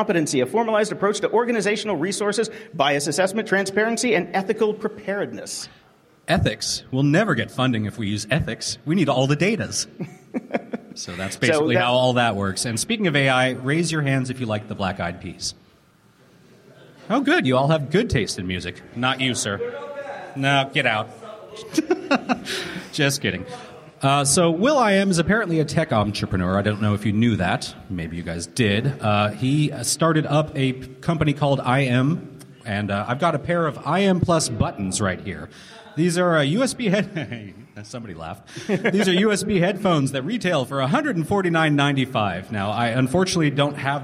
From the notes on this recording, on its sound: Coming to you live in front of a studio audience from the 2018 Fireside Conference in Canada. Live from Fireside 2018.